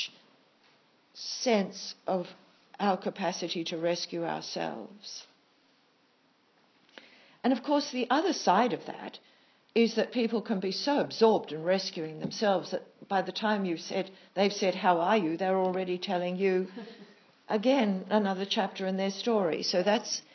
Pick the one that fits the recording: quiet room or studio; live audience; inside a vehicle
live audience